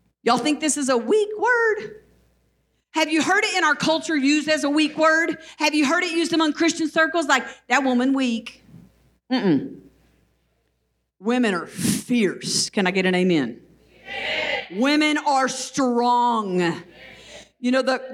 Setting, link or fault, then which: setting, live audience